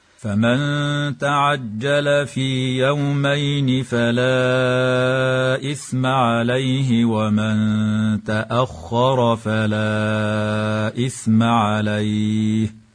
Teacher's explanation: إخفاء حقيقي لوقوع النون الساكنة قبل التاء مع الغنة مرققة، وتفخم الراء في كلمة تأخر وصلا ووقفا، هكذا فمن تعجل في يومين فلا إثم عليه ومن تأخر فلا إثم عليه. · قوله تعالى ومن تأخر فلا إثم عليه إخفاء حقيقي لوقوع النون الساكنة قبل التاء مع الغنة مرققة، وتفخم الراء في كلمة تأخر وصلا ووقفا